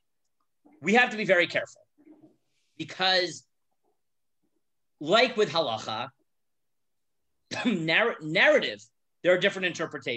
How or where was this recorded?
video call